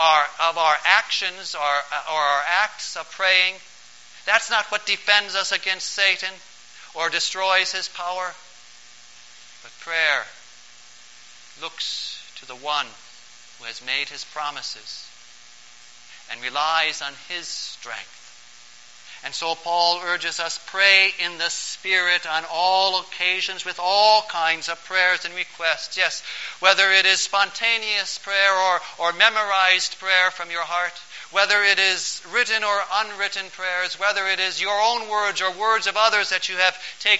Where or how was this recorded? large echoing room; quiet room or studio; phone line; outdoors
large echoing room